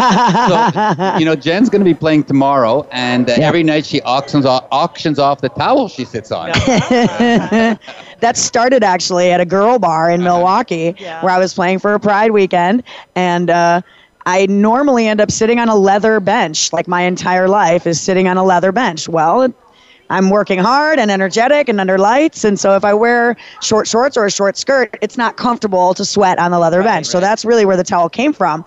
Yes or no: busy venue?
yes